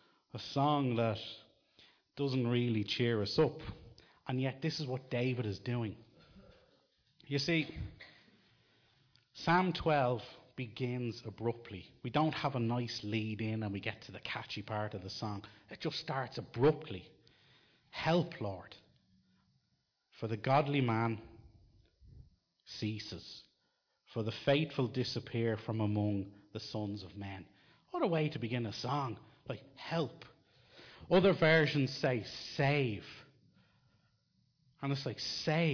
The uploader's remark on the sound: Recorded live in Liberty Church in 2019